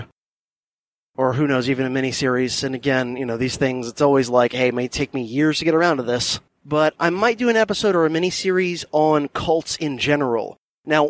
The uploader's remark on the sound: from his mobile podcasting studio, the Silver Bullet, while commuting